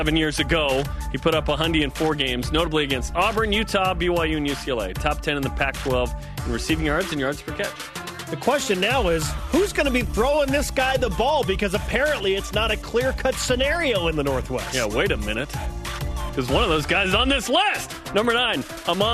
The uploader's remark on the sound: joined over the phone